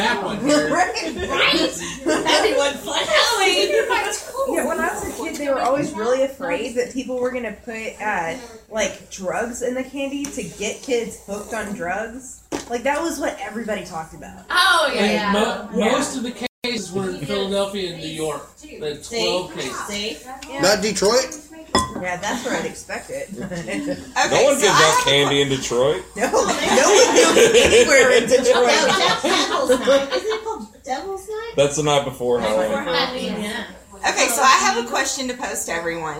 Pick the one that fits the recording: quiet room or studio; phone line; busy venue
busy venue